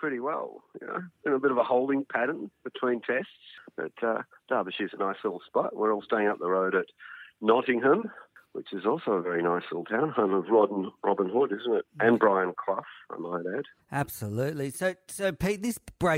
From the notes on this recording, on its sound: The Chief cricket writer for the Australian phones